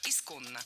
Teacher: Здесь уже нужны две «н», а ударение ставим на второй слог